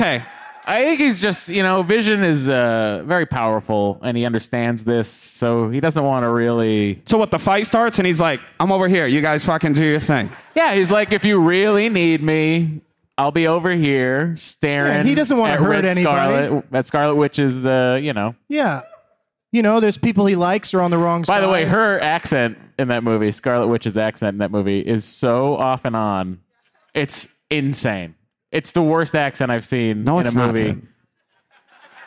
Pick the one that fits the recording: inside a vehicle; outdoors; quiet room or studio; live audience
live audience